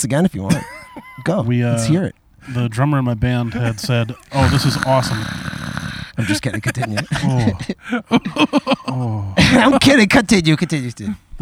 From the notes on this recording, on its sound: On their first ever live backyard show.